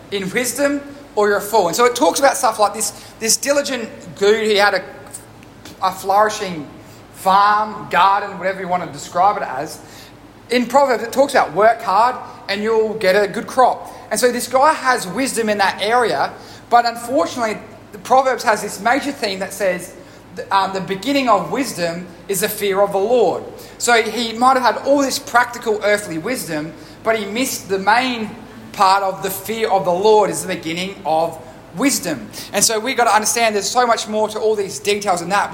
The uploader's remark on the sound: Recorded live at One Heart Church.